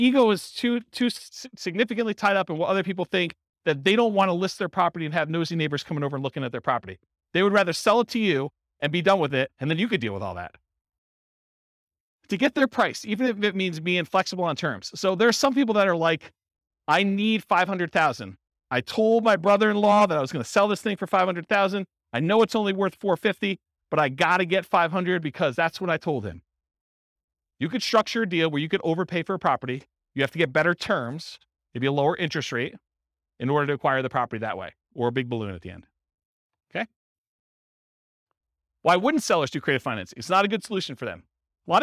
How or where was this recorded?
live audience